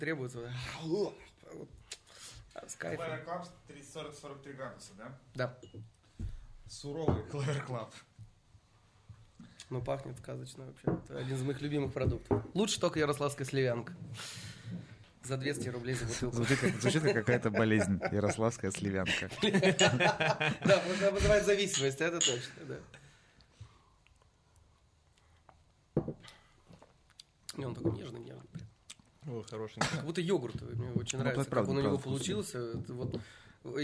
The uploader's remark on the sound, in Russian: Это очередной выпуск, записанный во время SPBCW 2023.